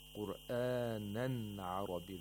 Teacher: The nun sakina is pronounced completely and clearly in both warsh and hafs on asim. · Term: ilhar of nun sakina